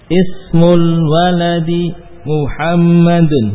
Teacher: hamzahnya dibaca kasroh ya, bukan fathah seperti al